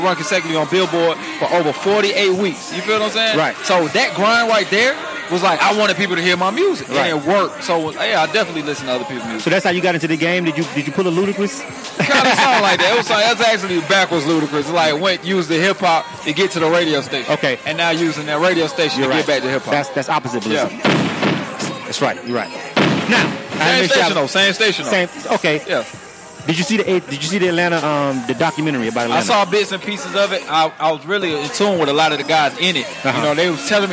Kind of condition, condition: setting, busy venue